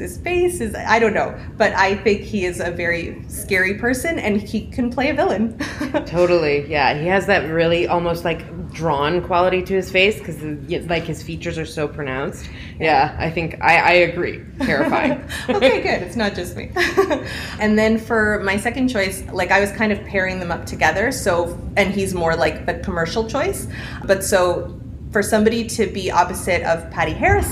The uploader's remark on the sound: Repodcasting’s first-ever LIVE EPISODE?! Recorded on site at Calgary Expo.